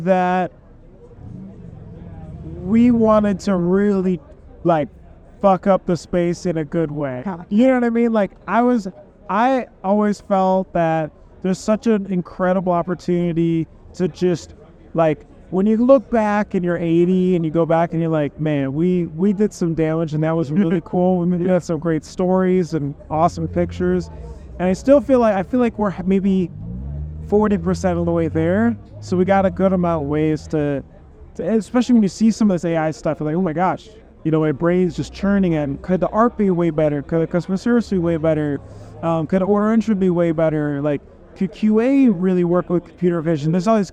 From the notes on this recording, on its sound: broadcast live from the sun-kissed shores of Newport Beach at the Print Hustlers Conference 2023